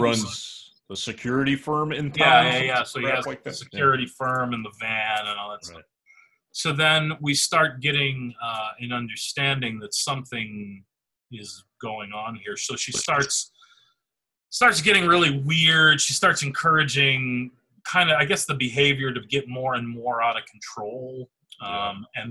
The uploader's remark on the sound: We did this episode remotely. Due to sound on Zoom.